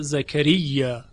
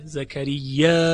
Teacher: قاریان عمدتاً خونده اند زکریا، اما شعبه با همزه خونده زکریا، یعنی آخر کلمه رو همزه آورده، محموز خوانده · Shown in: second take · و این هم از اختصاصات روایت شعبه است.